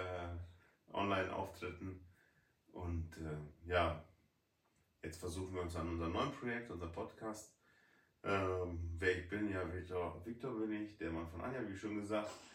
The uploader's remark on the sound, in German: Bitte verzeiht den schlechten Ton von dieser Folge.